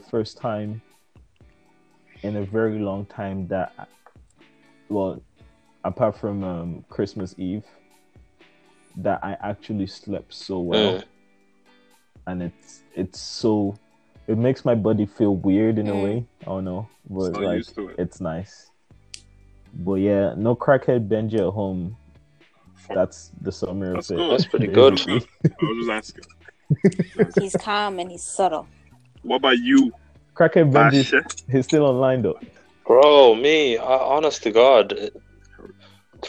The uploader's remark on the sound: Please do excuse the sound quality.